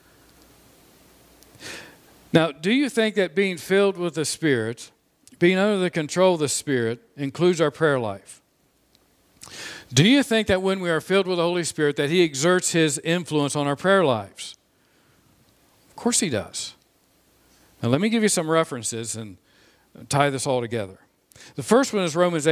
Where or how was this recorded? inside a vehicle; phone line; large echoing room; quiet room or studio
large echoing room